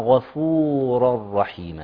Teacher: كلمة غفور الغين والراء مفخمة